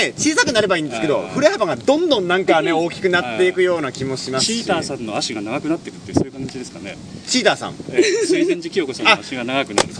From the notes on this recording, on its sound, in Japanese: 録音場所は秋晴れの青空のもとです